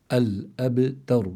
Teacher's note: فالذي قبلها مفتوح فإذا حكم الراء أنها مفخمة